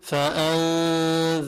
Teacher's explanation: هون كتير من اللي بيقرأ بقولوا فأنذرتكم بيرققوا الراء بيبقى فاتح تمي عند الفاء والهمزة والنون والذال بضم شوي عند الراء